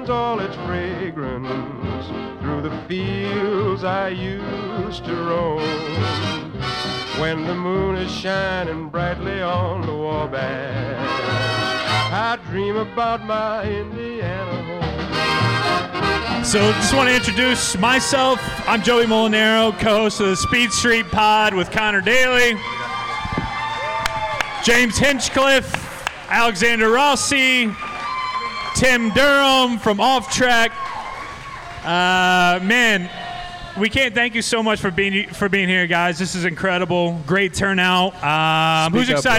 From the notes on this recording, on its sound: The live event from Monday night at Sun King Brewing. All on one stage.